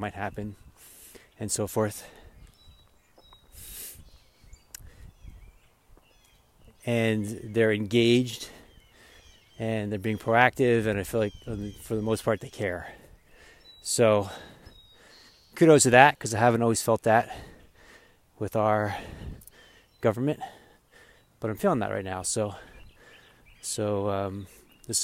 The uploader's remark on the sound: While walking through the magic of the forest this morning.